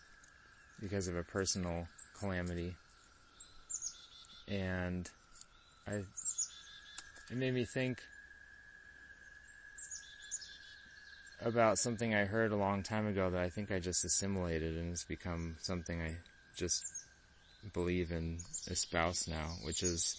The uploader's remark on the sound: it was recorded totally off the cuff, with no planning, on the edge of a huge beaver pond near where I live in Vermont